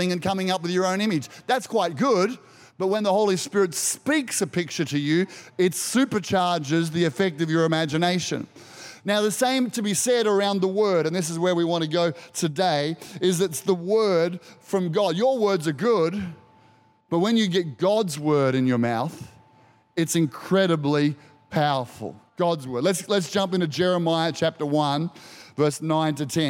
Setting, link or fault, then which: setting, large echoing room